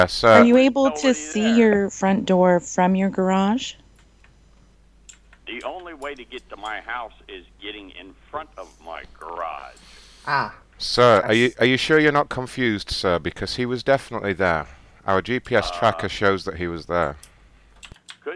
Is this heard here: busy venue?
no